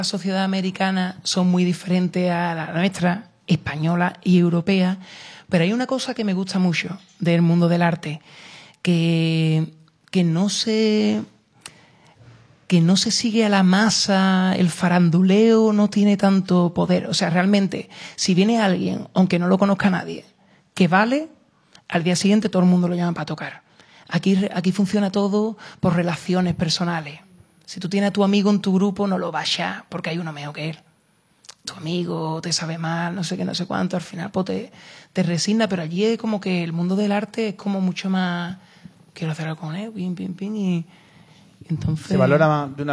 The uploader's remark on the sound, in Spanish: grabamos desde nuestro rincón particular de Malasaña, la tienda Headbanger Rare Guitars